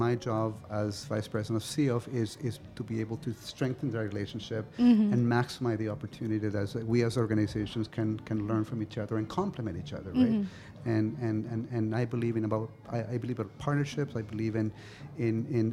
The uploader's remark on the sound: Live from SHD 2023